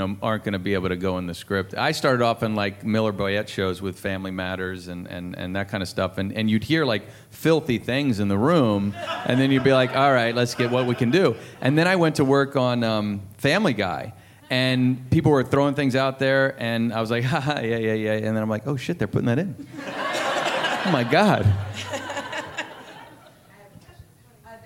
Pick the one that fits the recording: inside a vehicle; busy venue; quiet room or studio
busy venue